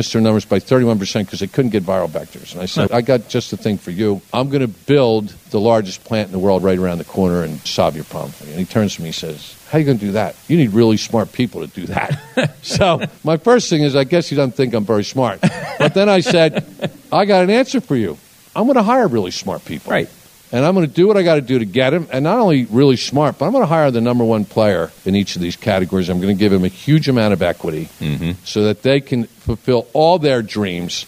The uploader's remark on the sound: In front of a live audience at one of his newest ventures, The Discovery Labs. 1 million square foot space in King of Prussia, Pennsylvania.